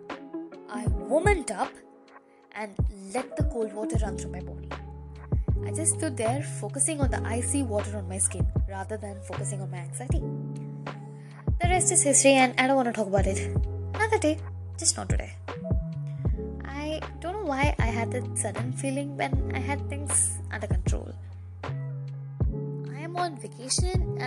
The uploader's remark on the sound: I know the background music is loud but I'm learning audio editing.